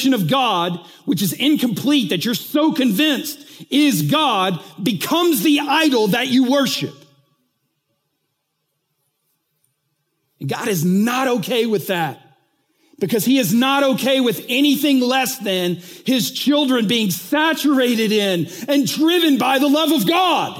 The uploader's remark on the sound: recently taught at the Church Leaders Conference